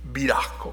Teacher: pronunciando una G, pero es una H realmente con la garganta